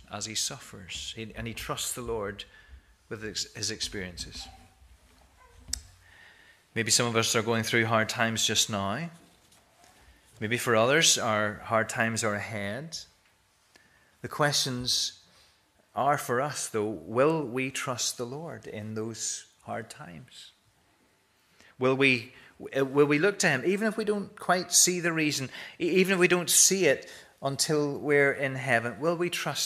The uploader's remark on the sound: This is the recording of the Bible reading and sermon from our morning service on Sunday 18th February 2024.